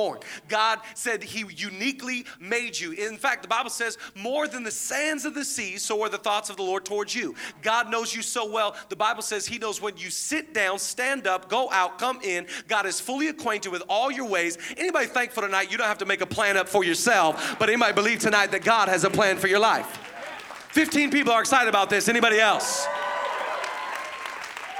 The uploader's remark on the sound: Zoe Church LA. Live from the El Rey Theater.